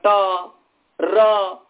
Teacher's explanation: जिह्वा के अग्रभाग का संबंध मूर्धा के साथ है, इसलिए मूर्धा में लगेगा ट र